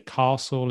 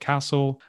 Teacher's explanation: the long vowel sound in British English is more common. Typically in the south of England · Shown in: first take